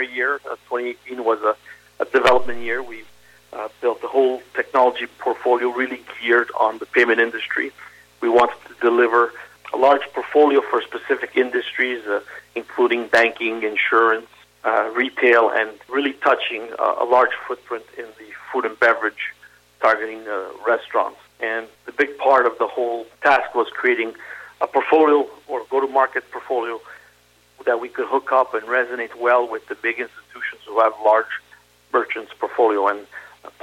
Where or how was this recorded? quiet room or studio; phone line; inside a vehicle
phone line